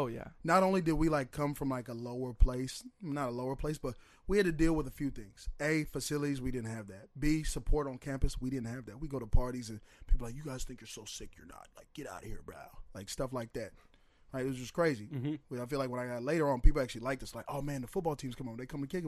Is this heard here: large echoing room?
no